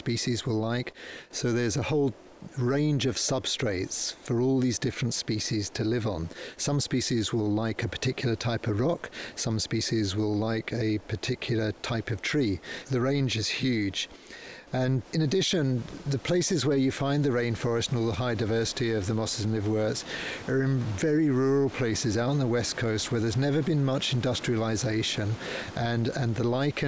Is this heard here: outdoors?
yes